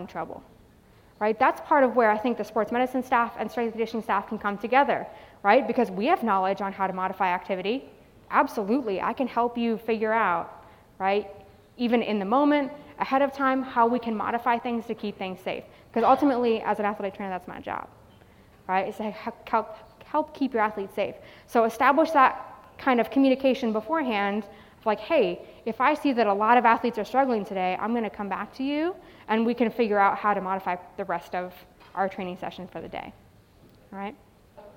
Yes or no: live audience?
yes